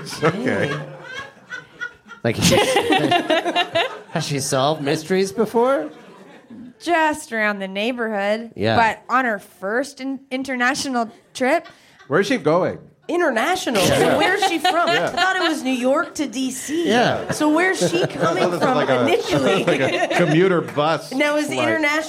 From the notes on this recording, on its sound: Perform a live version of the podcast. At Comedy Bar as part of the Just for Laughs Toronto comedy festival.